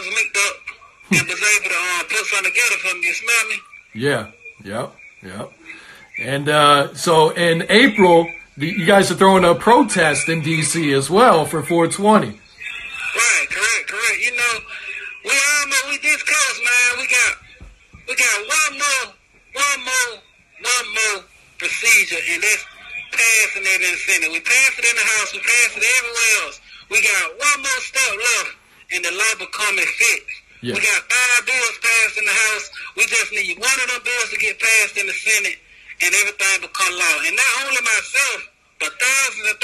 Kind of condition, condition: link, phone line